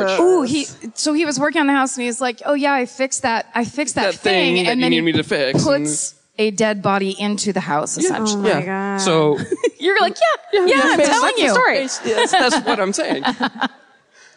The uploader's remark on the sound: Live at the Sony Centre in Toronto.